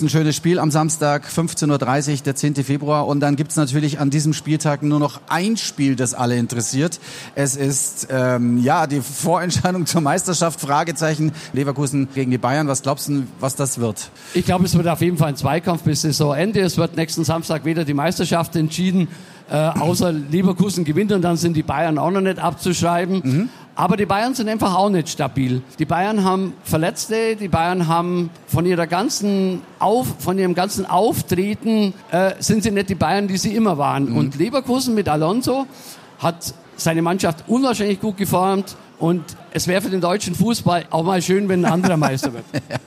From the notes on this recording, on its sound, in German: Live von der Afa in Augsburg.